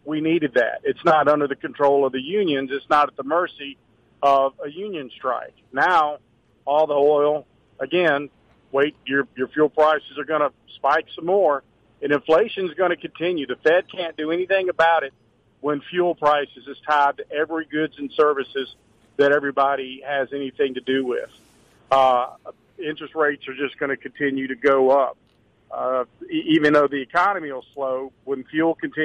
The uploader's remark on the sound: call in with back to back calls of the day!